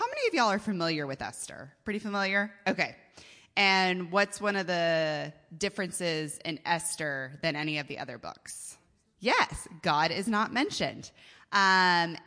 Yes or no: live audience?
yes